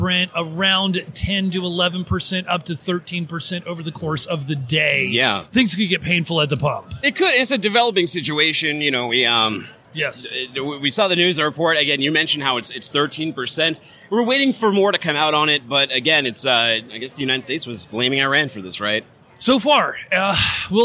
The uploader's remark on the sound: LIVE from in.site in Houston. Coming LIVE to you from In.Sight2019.